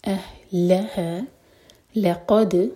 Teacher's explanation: اہلها، لام پر زور، تو ضمیر سے پہلے جو لیٹر ہوتا ہے اس پر زور دیا جاتا ہے. اہلها لقد، لام لائٹ، قاف ہیوی، دال پر قلقلہ